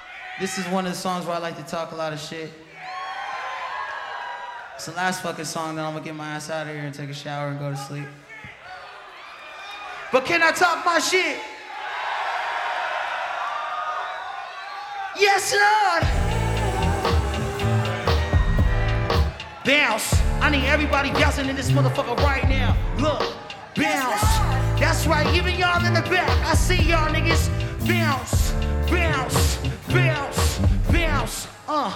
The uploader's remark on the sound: Live From NPR Music And SXSW 2016